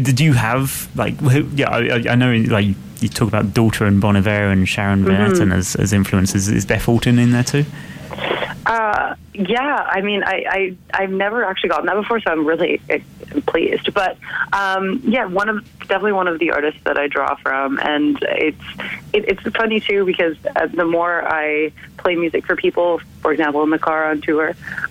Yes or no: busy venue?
no